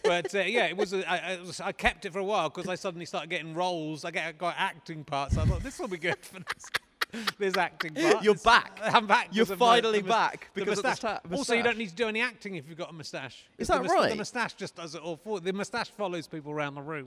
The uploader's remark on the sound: At the Clapham Grand in South London. A virtual audience are on the TV screen beside him. The socially distanced guest.